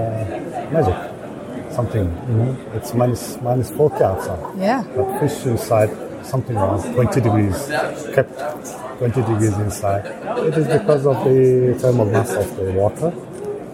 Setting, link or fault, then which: setting, busy venue